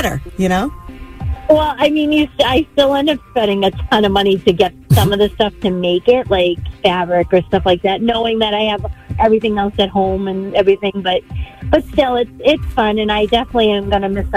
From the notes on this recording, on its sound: Listeners called in to share their homemade Halloween costume ideas!!